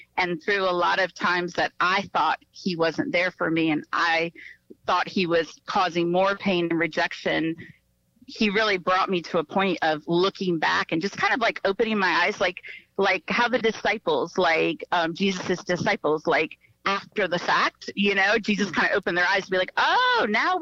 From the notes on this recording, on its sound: via phone call